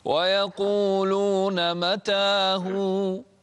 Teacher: هذا مد طبيعي، لا تمد يعني أكثر من حركتين